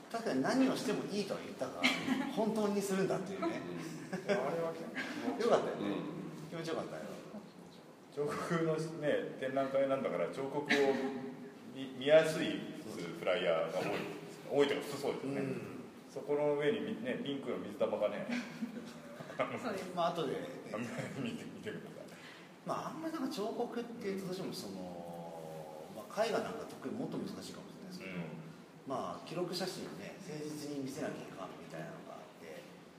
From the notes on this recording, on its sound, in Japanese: 会場：金沢美術工芸大学 展示室。OUTBOUNDー彫刻シンポジウム外伝 のトークイベントの録音です。